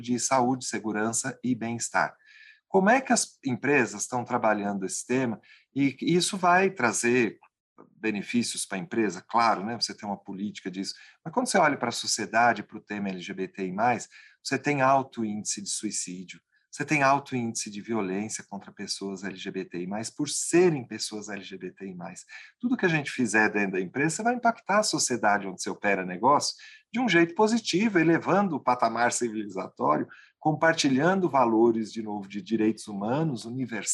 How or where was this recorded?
video call